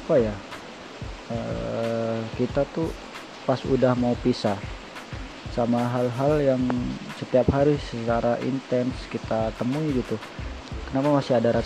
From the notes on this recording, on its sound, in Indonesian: Btw ini direcord berbarengan sama turunnya hujan.